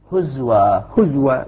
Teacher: لاحظ وحمزة وقفه بواو. حمزة في حالة الوقف لا يهمز. هزوى هزوى بإسكان مع واو.